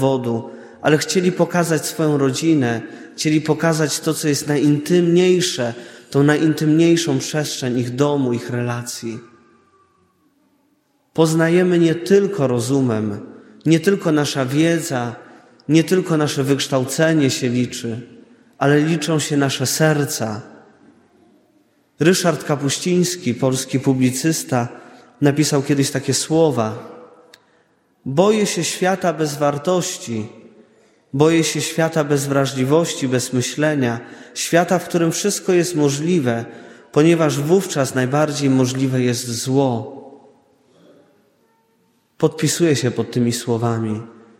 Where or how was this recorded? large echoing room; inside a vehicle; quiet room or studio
large echoing room